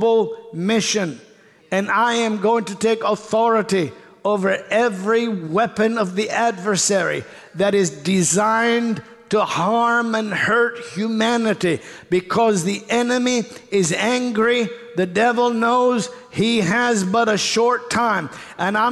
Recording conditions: large echoing room